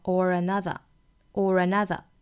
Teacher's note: or 和 another 连读成 oranother， oranother，加一个小小的 r 的发音